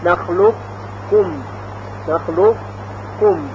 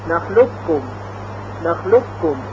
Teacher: و یا در کلمه نخلق کم ادغام قاف در کاف که وقتی قاف رو در کاف ادغام میکنیم صفت استعلاء قاف در حین تلفظ باقی میمانه · Shown in: first take · Term: ادغام ناقص